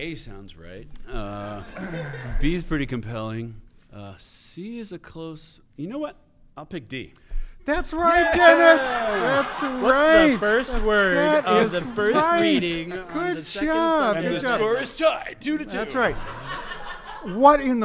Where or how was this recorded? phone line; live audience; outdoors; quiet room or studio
live audience